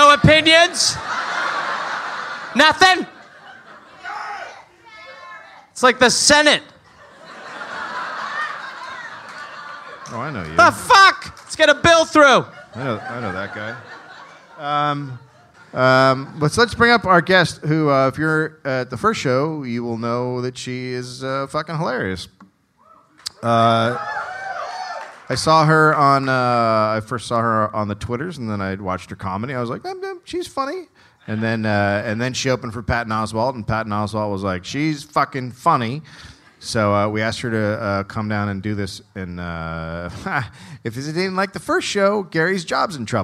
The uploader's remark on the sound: Live in Austin